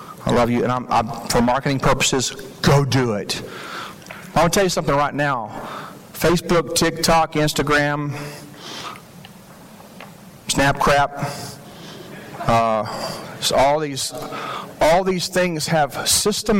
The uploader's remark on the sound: This message was shared at the 2023 Fall Imagine Conference in Frisco Texas.